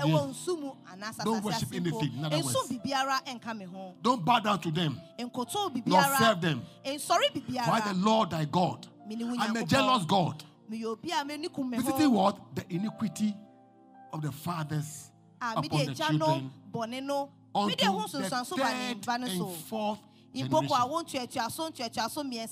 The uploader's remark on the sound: Preached at LCC Goshen